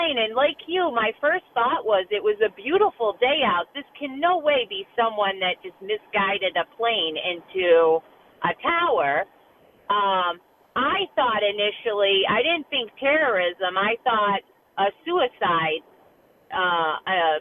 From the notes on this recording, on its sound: continues to take your phone calls